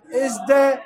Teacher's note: البيان عدم الإدغام يعني تبين الكلام الزاي والدال إزد بينت الزاي والدال يعني عدم الإدغام.